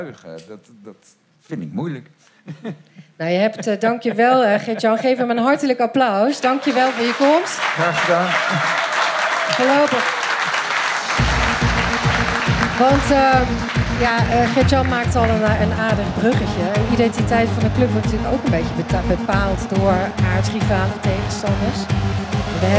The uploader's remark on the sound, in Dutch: Live talkshow en podcast Ken Je Dat Niet Horen Dan? De show is maandelijks live te zien in Theater Walhalla in Rotterdam (Katendrecht).